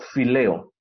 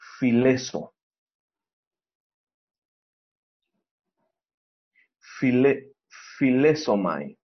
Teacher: La epsilon se alarga a una eta, que es una vocal larga.